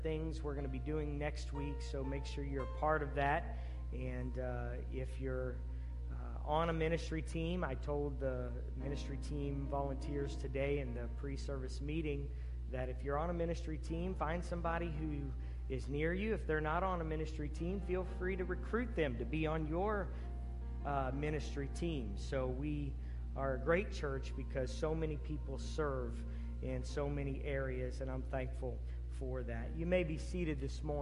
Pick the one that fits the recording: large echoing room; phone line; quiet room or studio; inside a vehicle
large echoing room